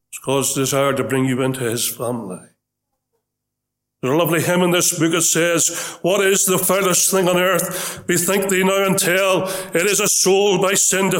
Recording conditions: large echoing room